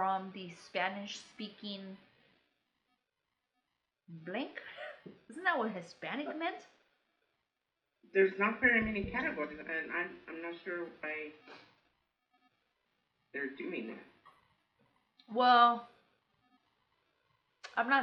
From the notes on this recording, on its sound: We are doing the best we can with social distancing, sounds not the best, situation is not the greatest, we will figure this out.